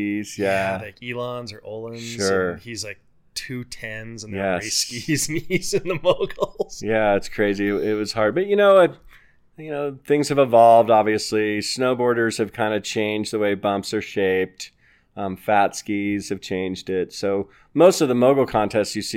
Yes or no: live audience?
no